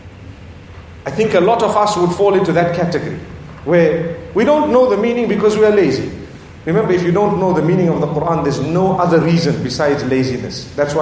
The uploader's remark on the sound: Lecture from At The Peak Convention in Hong Kong